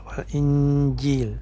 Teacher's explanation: Ikhfa artinya samar-samar ya, antara bunyi nun sukun dengan huruf yang ditemunya yaitu huruf jim.